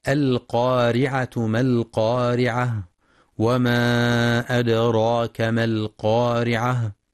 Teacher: ينتبه القارئ لتفخيم القاف في أعلى مراتبها لأنها مفتوحة وبعدها ألف، ولترقيق الراء لأنها مكسورة